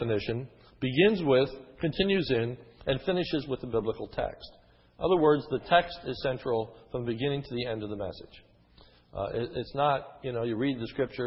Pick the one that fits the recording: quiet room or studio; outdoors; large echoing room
large echoing room